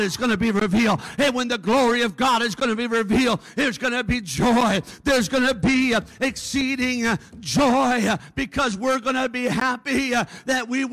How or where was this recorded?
large echoing room